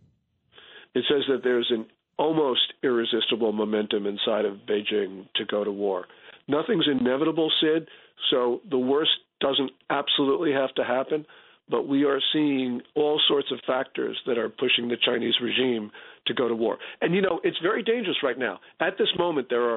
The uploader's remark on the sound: calls